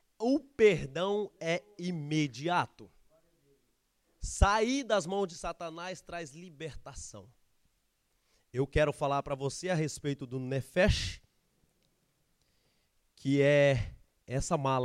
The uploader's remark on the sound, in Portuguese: Gravado no nosso culto de jovens, Gerados Night.